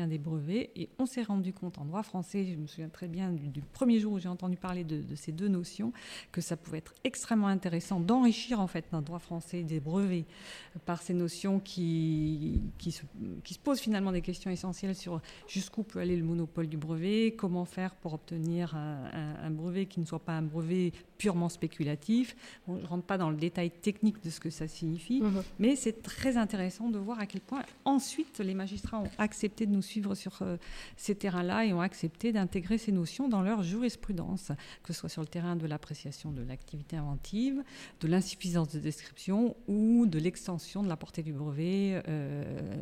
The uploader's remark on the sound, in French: Cet épisode a été enregistré en marge du colloque « 30 ans d'influence en droit de la propriété industrielle », tenu le 5 octobre 2023 à Paris.